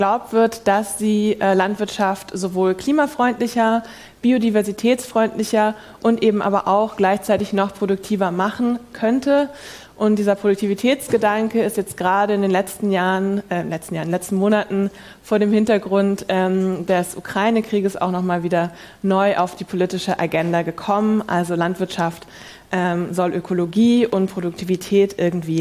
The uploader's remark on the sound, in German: Wir diskutieren in einem Live-Podcast-Format. Statt einer PowerPoint gibt es Bilder, statt Vorträgen ein Gespräch und Wissenschaft trifft Praxis.